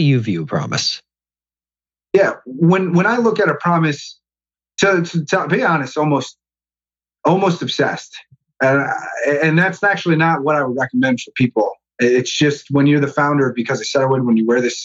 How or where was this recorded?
video call